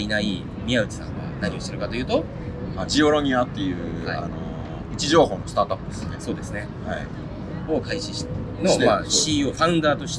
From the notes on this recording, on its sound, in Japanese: WordCamp Asia 2023の現場 Icon Siam で。WordPressの祭典WordCampがAsiaでおこなわれました。その現場からPodcastを収録。